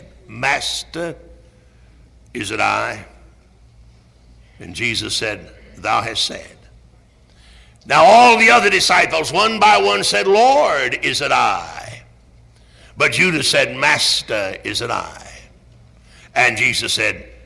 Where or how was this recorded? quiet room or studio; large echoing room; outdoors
large echoing room